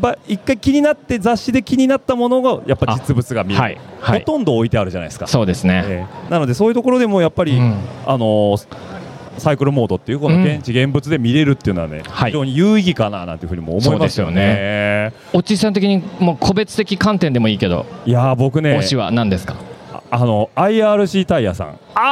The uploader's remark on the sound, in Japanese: 今回はサイクルモード東京2023におきまして、BicyleClubブースで行いました公開収録の模様をお届けします。